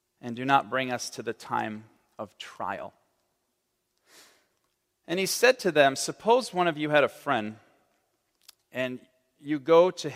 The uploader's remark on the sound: on the Third Sunday in Lent, March 12, 2023, at Central Reformed Church in Grand Rapids, Michigan.